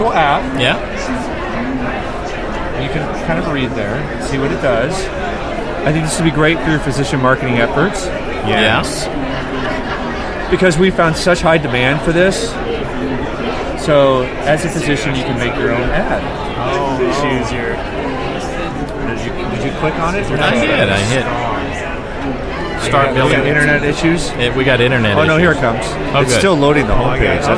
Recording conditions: busy venue